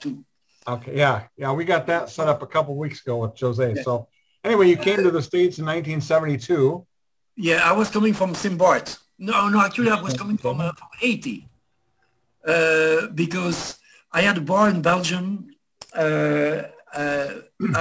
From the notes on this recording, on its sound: The Zoom Show is more of a gathering of old friends and stories.